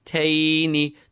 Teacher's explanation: The ya is a diphthong, a letter of lean, a soft letter.